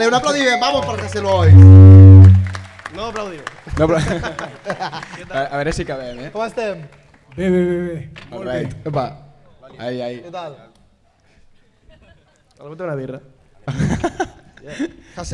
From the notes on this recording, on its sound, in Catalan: Avui us portem segurament el capítol més especial de tota la temporada, en directe a la Festa Major de l'Eixample de Sabadell.